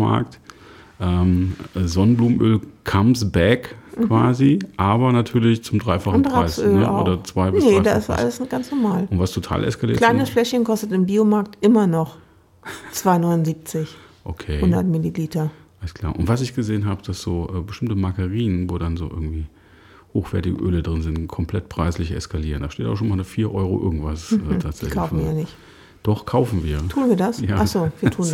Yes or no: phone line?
no